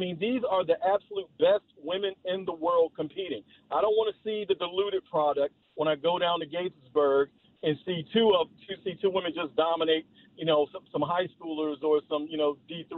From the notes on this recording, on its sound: field a bunch of polarizing phone calls.